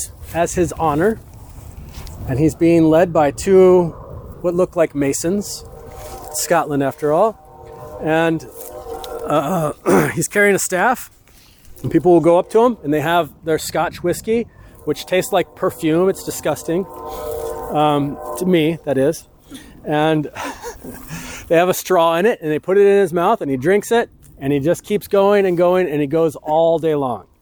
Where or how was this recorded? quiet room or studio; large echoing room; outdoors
outdoors